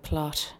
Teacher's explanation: final T's, which get slight aspiration. So, for example, a word like plot, you'll hear that slight aspirated quality after the final T.